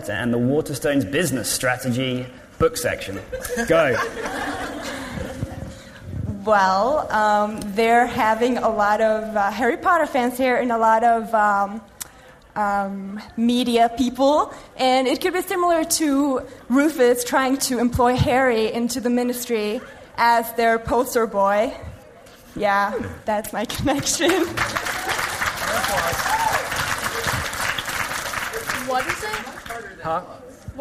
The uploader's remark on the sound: MuggleCast LIVE in London for the release of ‘Deathly Hallows’